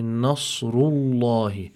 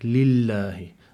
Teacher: So there's the differentiation between the tafkheem and the tarqiq for harf al-lam fi lafz al-jalala Allah.